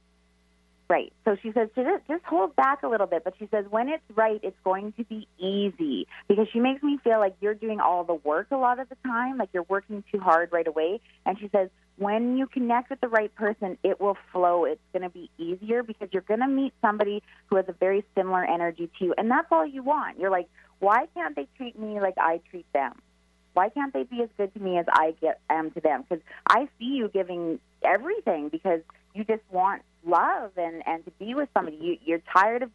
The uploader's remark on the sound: for Live Callers